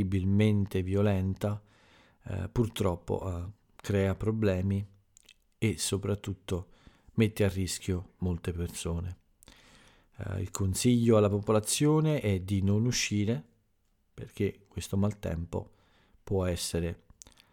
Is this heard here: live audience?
no